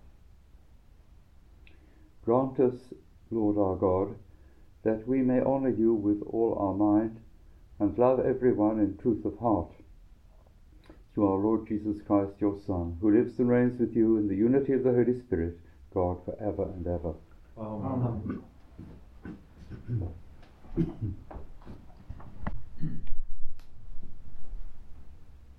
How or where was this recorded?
live audience